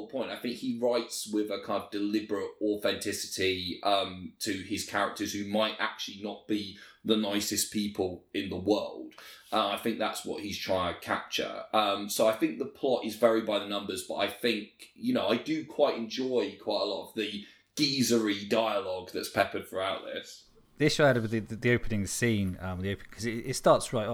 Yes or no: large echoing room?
no